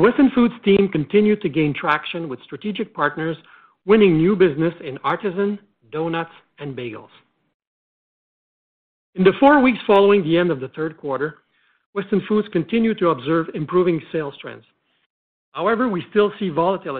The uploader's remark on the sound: Third quarter 2020 earnings call for George Weston Limited.